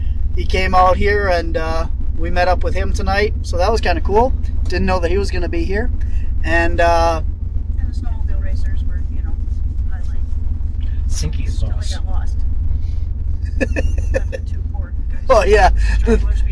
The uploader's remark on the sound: on location recording from the Paulding Light on January 30th